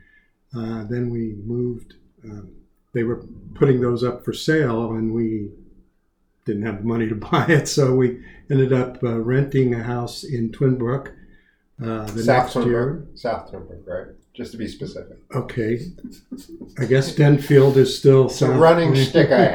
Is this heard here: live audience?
no